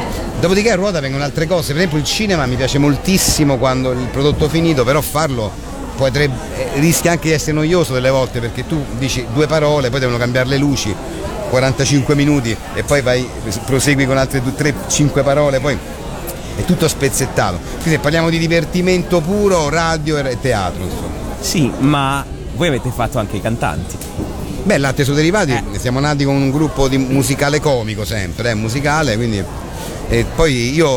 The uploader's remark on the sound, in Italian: intervistato a Lucca Comics & Games 2013